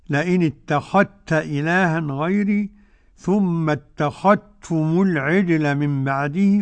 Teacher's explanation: مادة اتخذ الذال الساكنة في التاء، أدغمها جميع القراء · Term: الإدغام